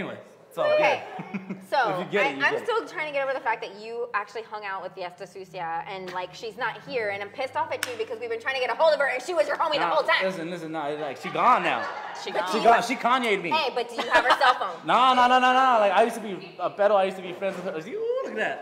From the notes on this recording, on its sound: With our LIVE audience from Jokesters Pub N Grub.